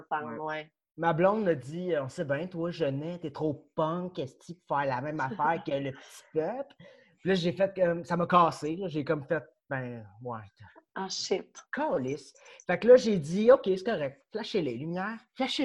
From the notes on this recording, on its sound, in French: La classe a eu lieue sur Zoom, en vidéoconférence.